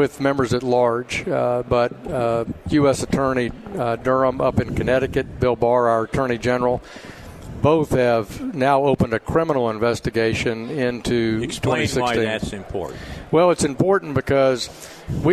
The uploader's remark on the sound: Live at the State Capitol for Filing Day.